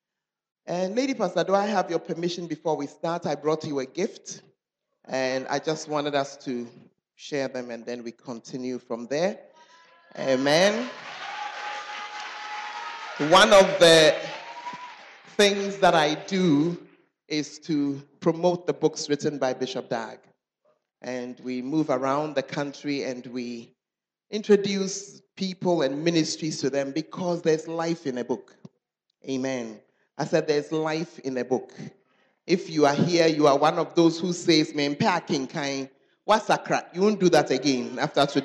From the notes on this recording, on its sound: Preached at the Charis Conference